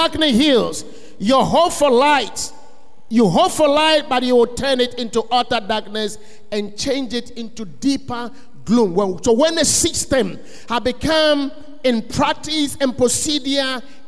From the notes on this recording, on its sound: Sermon preached at CBC Shiashie Campus